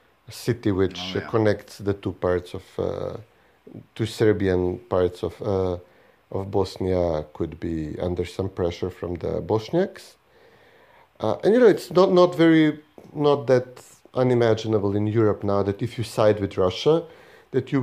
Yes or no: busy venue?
no